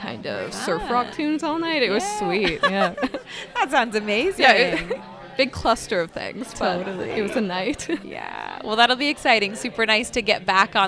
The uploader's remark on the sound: Broadcast live from Sugar Run in Downtown Kitchener.